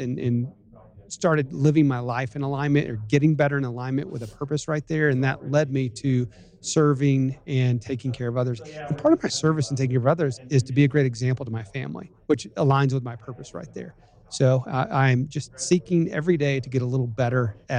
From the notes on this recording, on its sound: we’re joining you live on location in Park City, Utah at the GoBundance event